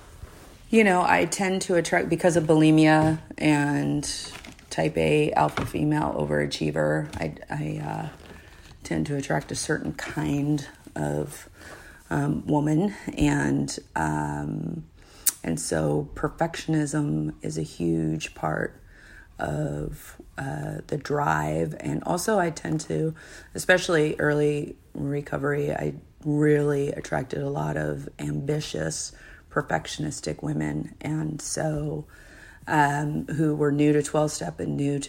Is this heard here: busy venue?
no